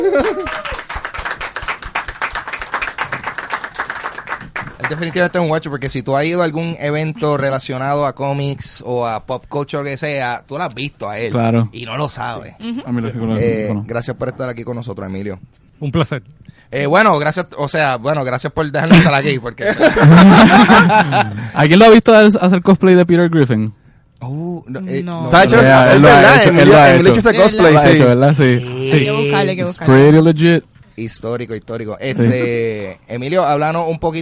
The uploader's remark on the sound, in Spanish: Free Comic Book Day 2019 ¡EN VIVO! El cual fue grabado en la tienda Metro Comics de San Patricio Plaza.